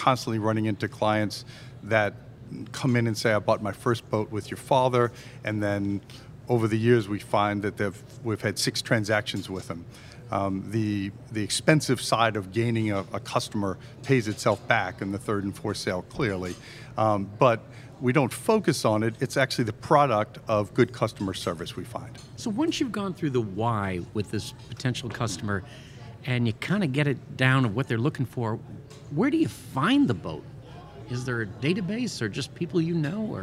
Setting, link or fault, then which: setting, busy venue